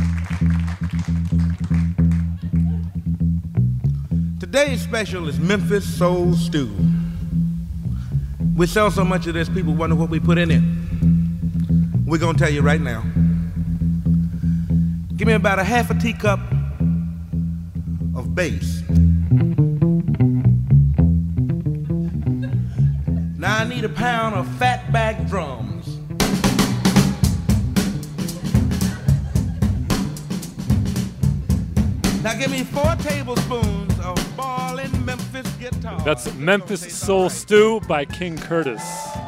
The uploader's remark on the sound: a live taping of What's Good